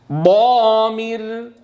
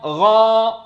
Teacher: حرف الاستعلاء المطبق أشد تفخيما من حرف الاستعلاء المنفتح